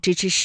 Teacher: 育，那我们所谓的官方教育就非常接近我们今天的公立学校了。当时唐王朝不仅在中央设有这种官学，然后在地方呢，也这个州府县也设立有它的官方的机构。但是你入学呢，不能随便入学的，是根据你父母还有你自己的这个身份决定的。最上的呢是国子学，然后是太学，然后是四门学。好，相关的故事呢，我们先听到这里。那说到这儿啊，我们再来巩固一下有关于今天的语音知识点，知吃诗、滋思思以及鸡栖兮的一个分辨哈。首先呢，我们说，这个知吃诗啊，它是翘舌音，那滋思思呢是平舌音，舌面音呢是鸡栖兮，这是他们三个的一个最大的区分。那从发音的角度来说呢，我们读知吃诗啊，这个舌尖呢是要接触或者是接近硬腭的前端的